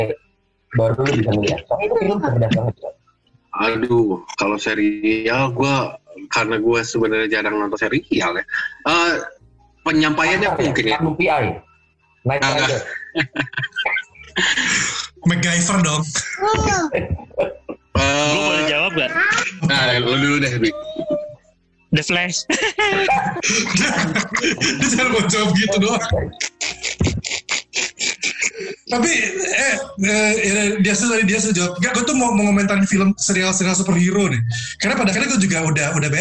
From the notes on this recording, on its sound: this episode recorded via Zoom